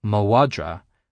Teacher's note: with the MH sounding like a W